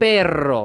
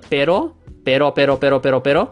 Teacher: And often what's actually fun about Spanish is that Spanish actually is two R's, technically speaking. You have a very rolled R and then you have like a single rolled R. So you have like pero, pero, pero, pero, pero, pero, which we actually have that sound in English.